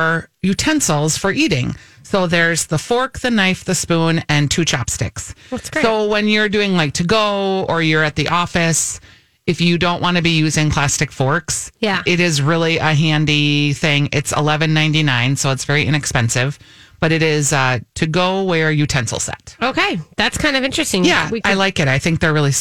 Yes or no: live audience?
no